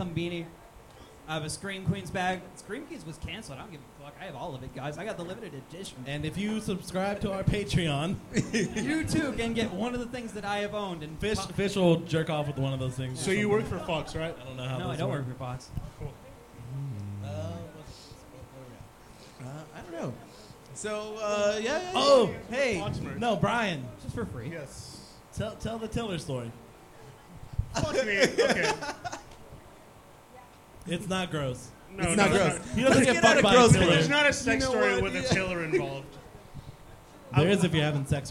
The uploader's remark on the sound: Go live from 10 Sports Bar and Grill and keep things loose.